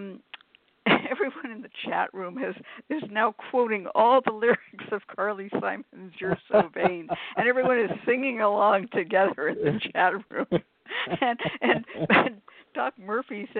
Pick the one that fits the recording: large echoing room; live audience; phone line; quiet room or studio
phone line